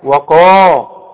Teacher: ما القاف مفخمة، دي اعلى حروف التفخيم هذه القاف، القاف اللي بعدها الف، وقا.